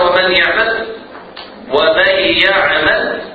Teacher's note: ويبقى صوت الغنة ظاهرا مطولا مصاحبا لنطق الحرف · Term: الإدغام